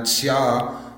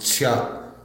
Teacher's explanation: So instead of pronouncing that tsya, you cut it off, that elongated vowel, you cut it off with a glottal · Shown in: second take · and it becomes tsya, and that gives you your optative.